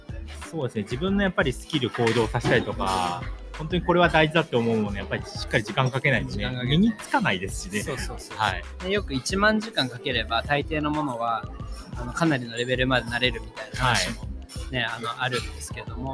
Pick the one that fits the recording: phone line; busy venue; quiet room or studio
busy venue